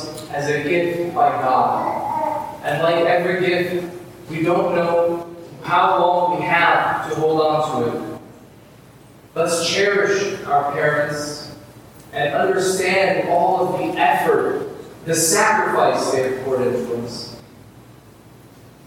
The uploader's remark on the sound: Please forgive the poor quality of the audio.